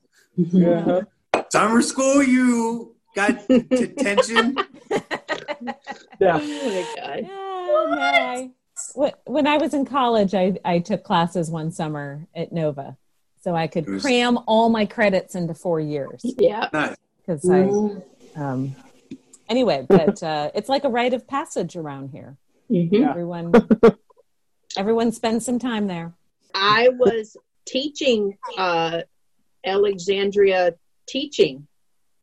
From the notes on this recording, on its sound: Crew is staying home and staying connected, and recorded this episode by Zoom.